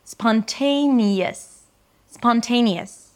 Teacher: you get like a little y sound in the middle. · The te is the primary stress, so it's the longest syllable, and the us at the end is the shortest, so it's really reduced and short. · IPA: spɑnˈteɪniəs